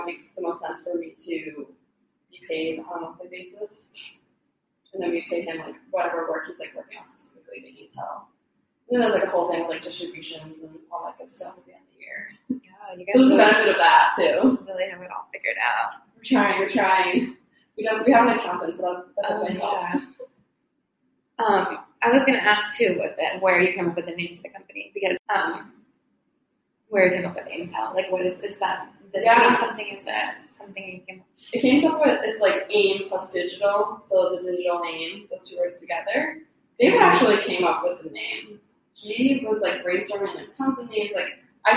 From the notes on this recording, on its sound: the audio is a little echoey so bear with us